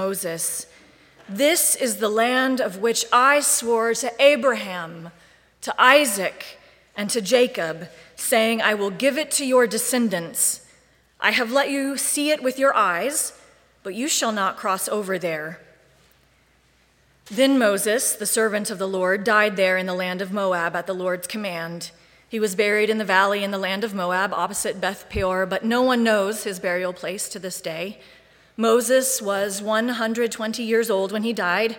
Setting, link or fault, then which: setting, large echoing room